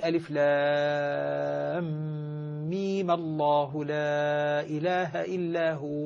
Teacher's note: يعني تفتح الميم قبل لفظ الجلالة